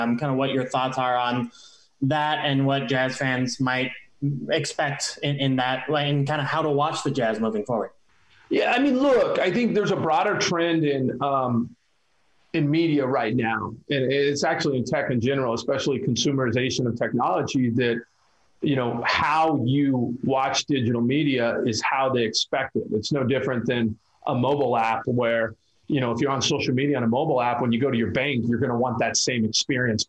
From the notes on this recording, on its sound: fielded questions from local media via ZOOM